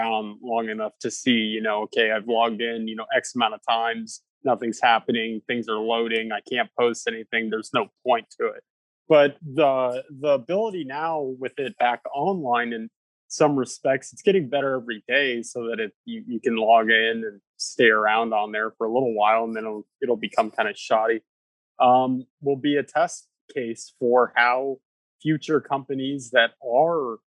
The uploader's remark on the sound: Sits down over Zoom.